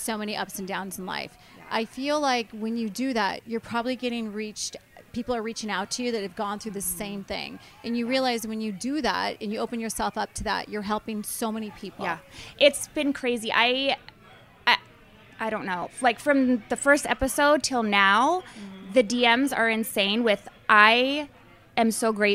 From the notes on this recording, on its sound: live from BravoCon